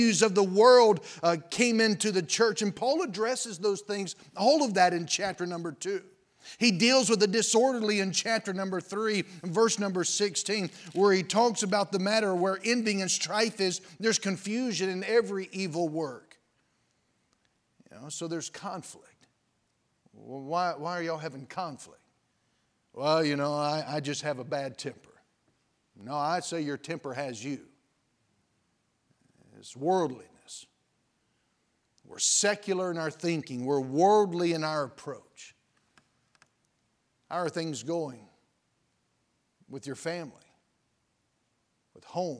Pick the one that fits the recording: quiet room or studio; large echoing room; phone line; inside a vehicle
large echoing room